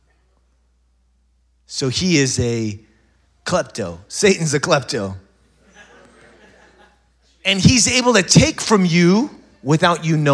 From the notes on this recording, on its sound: SOZO Church Belfair. SOZO Church, Belfair Washington.